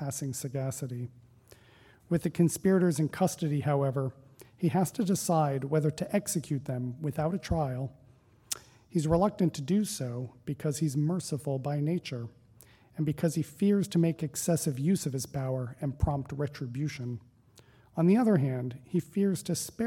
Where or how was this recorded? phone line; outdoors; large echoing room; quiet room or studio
large echoing room